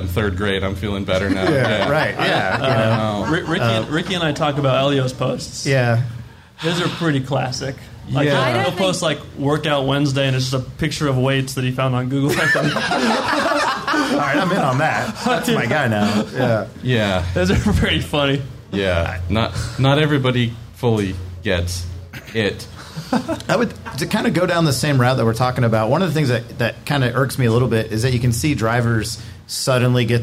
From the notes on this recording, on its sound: Live at Monterey. Take a trip back to the Monterey IMSA weekend in 2019 where a small, live podcast was held.